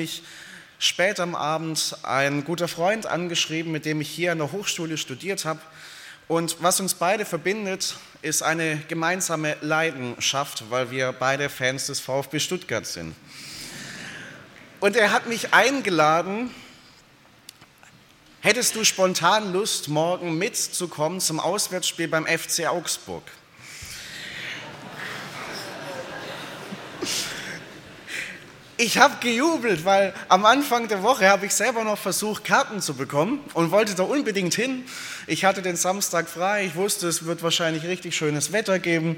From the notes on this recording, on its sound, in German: aus dem Konfirmations-Gottesdienst der Liebenzeller Mission